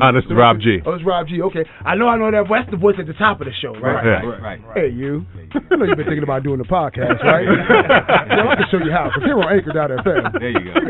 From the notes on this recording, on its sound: visits Bellefonte Brewing Company in Wilmington, DE